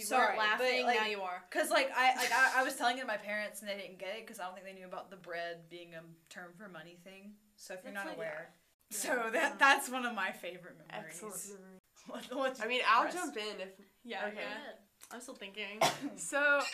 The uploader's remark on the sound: Sorry for our technical difficulties, we have some solutions to audio problems that we hope to be able to solve soon.